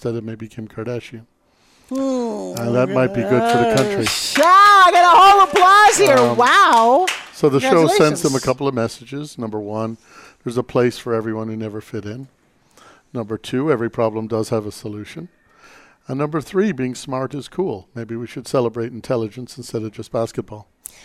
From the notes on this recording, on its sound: Live at CWC2017. Broadcast Live form the Largest Women's conference in the USA. We will be live for 2 days bringing you all the event action, keynote speakers and VoiceAmerica hosts.